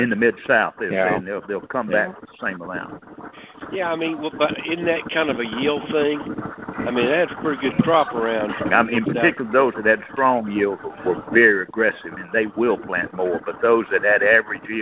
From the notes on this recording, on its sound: Monthly Cotton Conference Call.